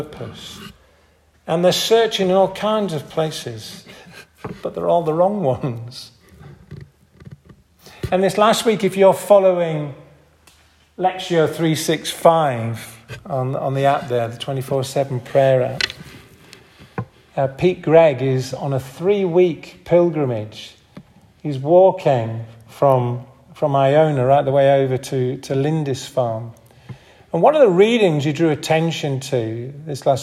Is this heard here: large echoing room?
yes